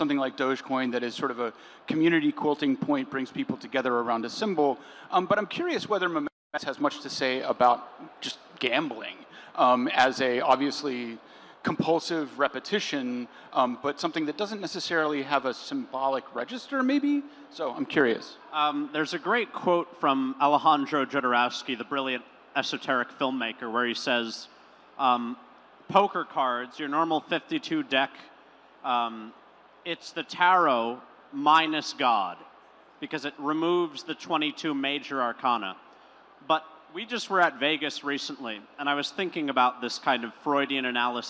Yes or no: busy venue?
yes